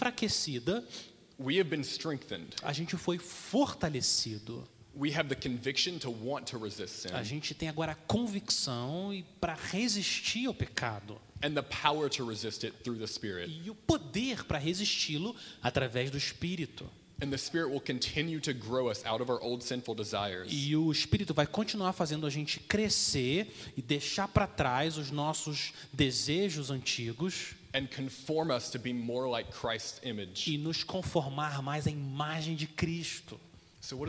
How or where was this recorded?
large echoing room